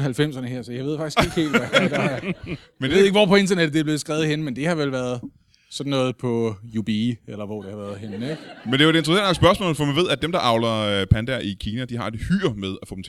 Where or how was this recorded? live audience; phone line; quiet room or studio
live audience